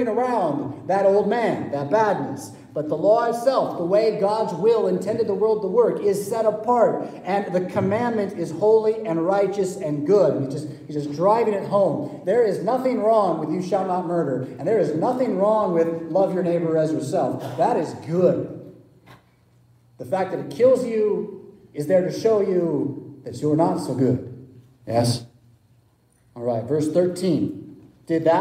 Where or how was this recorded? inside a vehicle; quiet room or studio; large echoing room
large echoing room